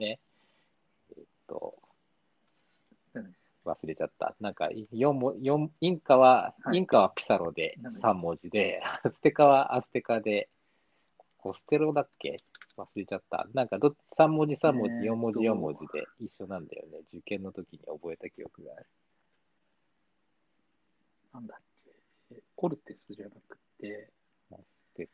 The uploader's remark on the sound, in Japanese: リモート録音。